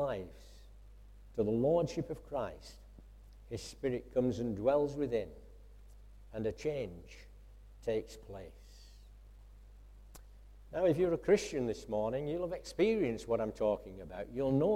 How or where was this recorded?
large echoing room